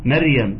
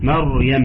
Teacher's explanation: سورة مريم بتعلمك تفخيم الراء · Shown in: second take · سورة مريم بتعلمك تفخيم الراء، لأن احنا في ناس بتقول ايه مريم، سورة مريم، لا احنا بنقول مريم.